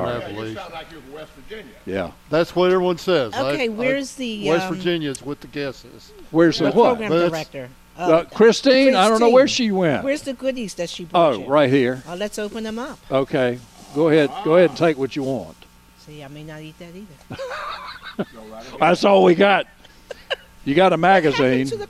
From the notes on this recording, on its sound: broadcasting live from Hand Picked Nursery